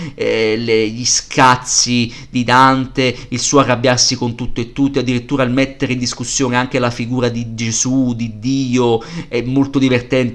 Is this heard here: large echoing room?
no